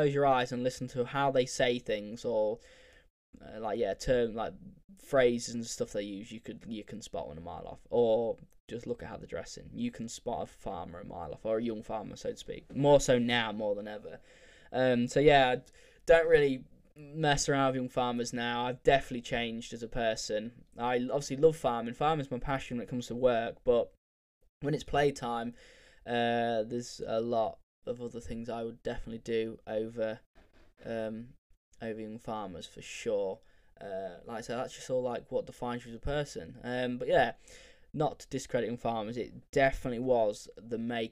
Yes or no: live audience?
no